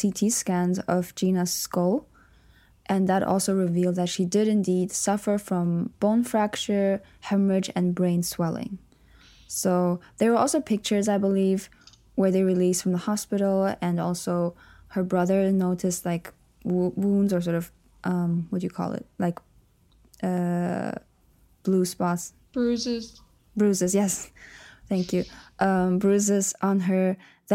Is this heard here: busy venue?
no